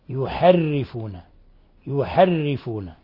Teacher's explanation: رققنا الراء لأنها مكسورة كسر لازم